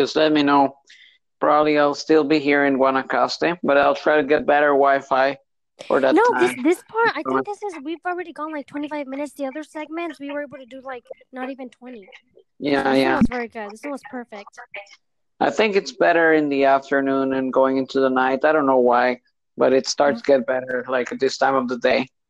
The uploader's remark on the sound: there was light connection issues so segments were recorded